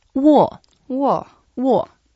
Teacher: you go down and up · Term: third tone